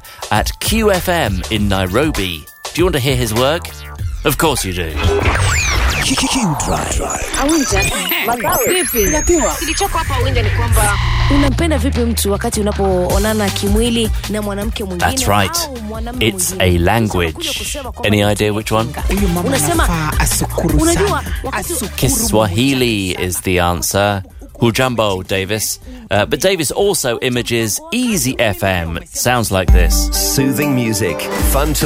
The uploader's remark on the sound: Earshot Creative Review at Vox 2013. For the first show in the new run we’re at Vox, the annual conference for voiceovers.